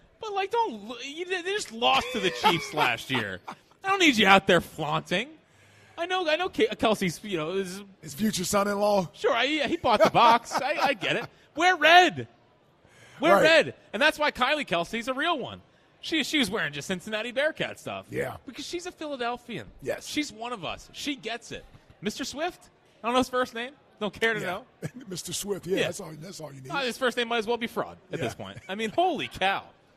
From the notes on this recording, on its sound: Live from Chickies in South Philadelphia